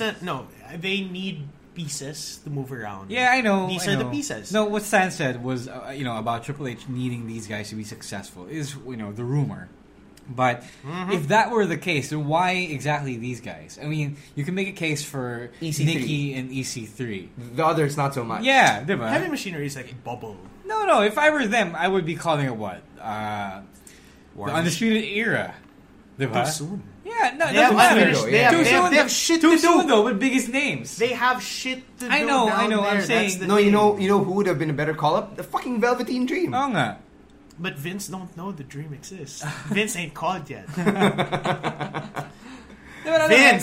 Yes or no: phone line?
no